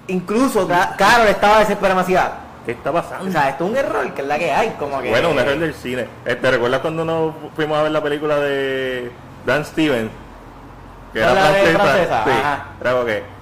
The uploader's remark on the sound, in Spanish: Este episodio lo grabamos en BURGR BLVD 868